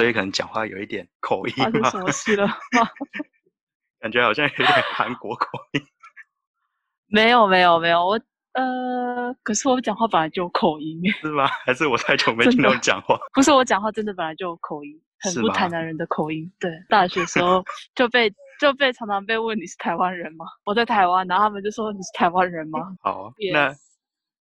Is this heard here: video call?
yes